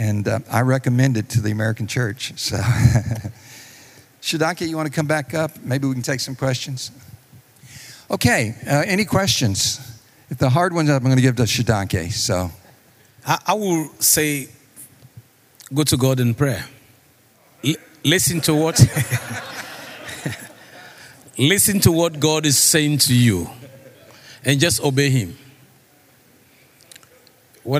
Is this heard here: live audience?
yes